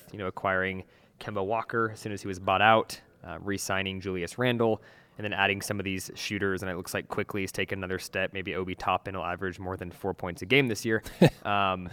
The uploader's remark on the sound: Summer League Report Live from Las Vegas. Report live from Las Vegas Summer League.